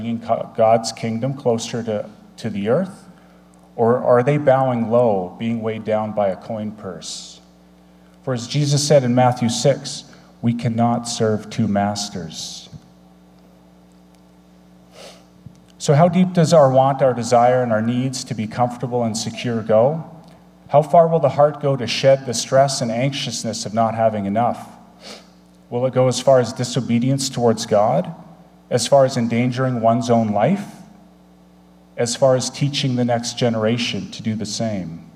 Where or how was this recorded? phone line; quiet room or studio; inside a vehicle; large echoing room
large echoing room